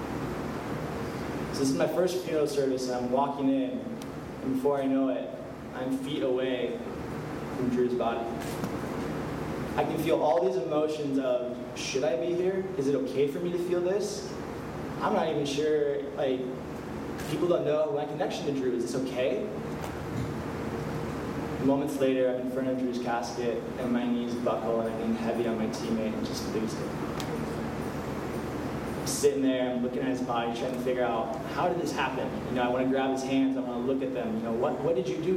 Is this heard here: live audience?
yes